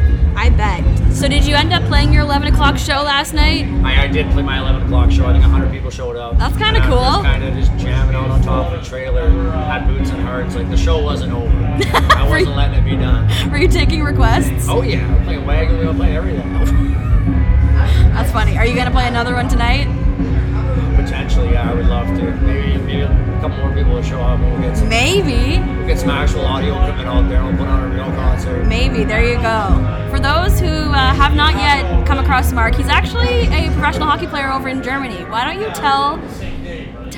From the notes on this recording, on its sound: We thought it would be fun and different to record an episode from the festival. We recorded this backstage at the festival, so you can hear some background noise, so you'll have to listen a little hard for some of the chats.